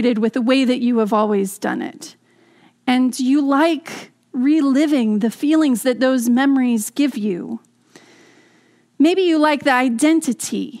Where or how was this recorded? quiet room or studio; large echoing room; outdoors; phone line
large echoing room